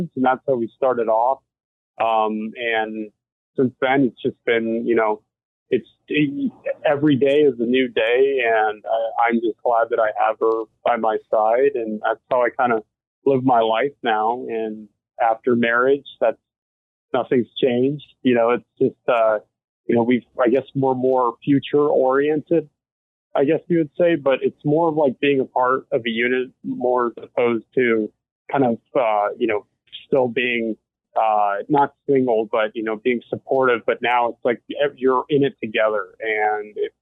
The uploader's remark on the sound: Sits down over Zoom.